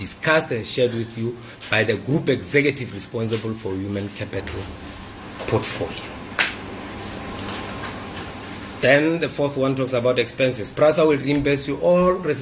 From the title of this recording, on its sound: at a press conference